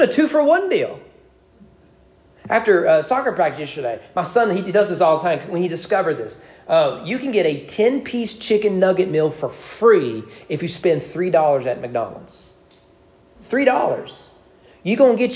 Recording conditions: large echoing room